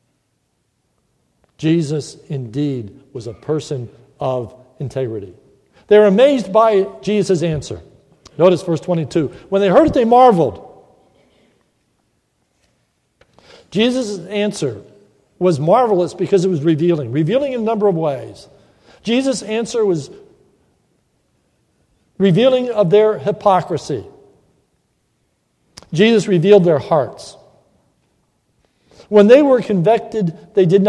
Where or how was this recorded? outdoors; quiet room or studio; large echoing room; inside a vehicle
large echoing room